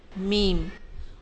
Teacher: मीम बंद होंठों के खुश्क हिस्से से